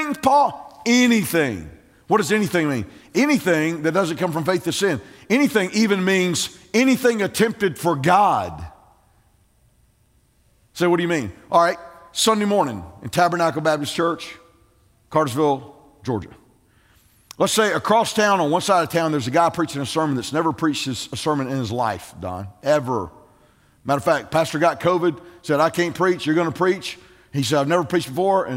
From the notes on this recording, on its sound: preached the morning sermon at Tabernacle on Sunday, November 15, 2020.